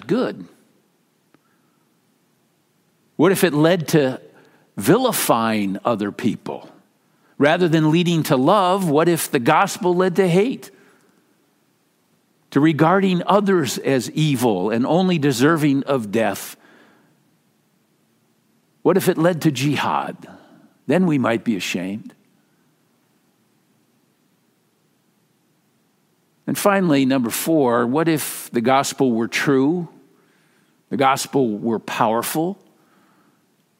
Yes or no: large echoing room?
yes